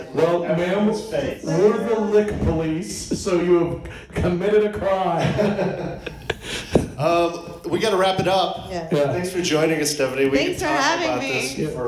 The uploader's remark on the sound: Live from The Pack Theater in Hollywood! For a mini-episode as part of the Podcast Party live show.